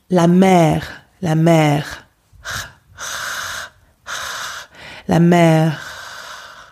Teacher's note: it's just the noise of the air passing through. Okay, it's very soft. There's no contact. It's more like, okay, you don't feel the bubbling up of the gargling air, or you don't feel the spitting friction of the spitty air. · Term: airy one